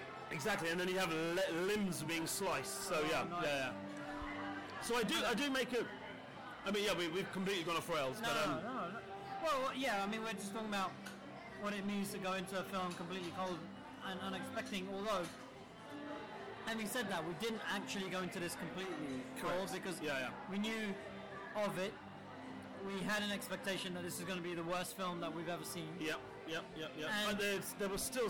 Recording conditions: busy venue